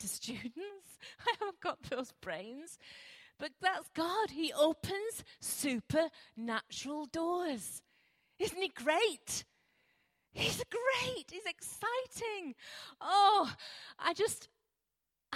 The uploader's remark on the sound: Recorded at freedomcentre church, Preston